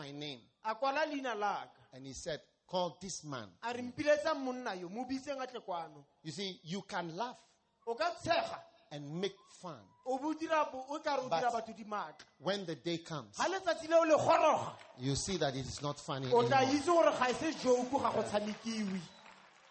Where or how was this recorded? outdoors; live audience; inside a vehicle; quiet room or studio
live audience